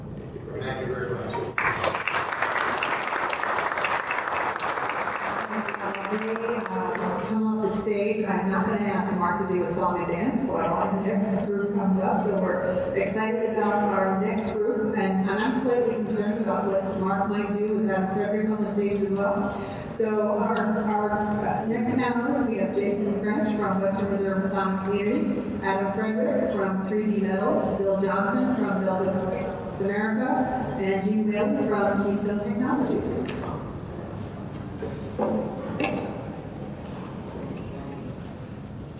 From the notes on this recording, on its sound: This installment of a cup and a conversation was recorded at a Medina County Economic Development Corporation meeting. At this meeting they held a speed podcasting session with two groups of area professionals!